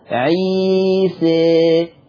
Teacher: ده انت قربت نحو الياء، فالإمالة بتاعتك هنا كبيرة، إمالة كبرى